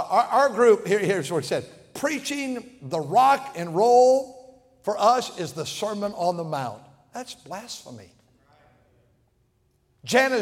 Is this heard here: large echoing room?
yes